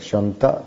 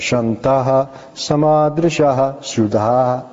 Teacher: you do a kind of glottal stop · Shown in: first take